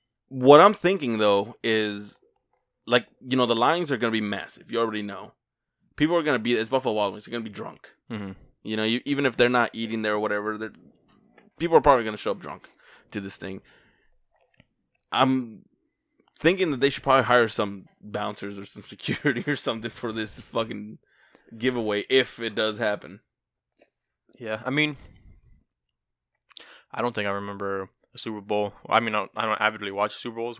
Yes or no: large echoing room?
no